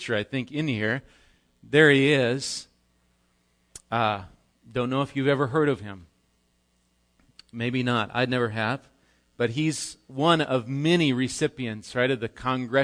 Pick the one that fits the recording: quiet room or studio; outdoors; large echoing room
large echoing room